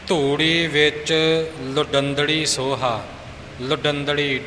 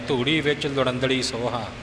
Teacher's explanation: ਹੈ ਕਿ ਆਪਾਂ ਲੁੜੰਦੜੀ ਬੋਲ ਜਾਂਦੇ ਹਾਂ ਧੂੜੀ ਵਿੱਚ ਲੁੜੰਦੜੀ ਸੋਹਾ ਲੁਡੰਦੜੀ ਡੱਡੇ ਨਾਲ ਉਚਾਰਨ ਕਰਨਾ ਹੈ ਲੁੜੰਦੜੀ ੜਾੜਾ ਨਾ ਬਣੇ · Shown in: first take